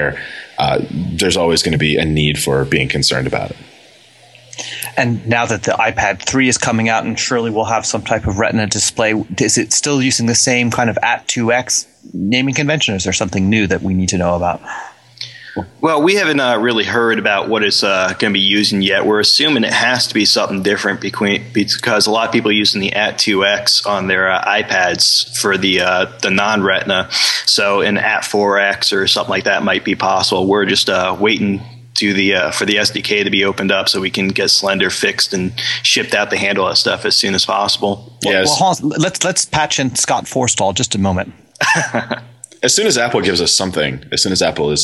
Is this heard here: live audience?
no